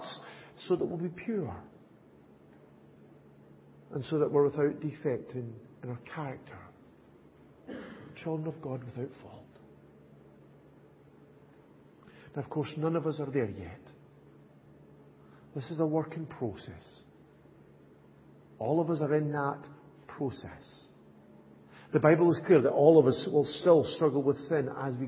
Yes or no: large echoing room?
yes